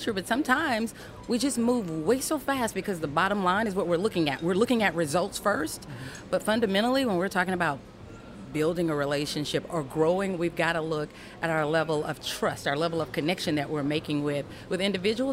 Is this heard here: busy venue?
yes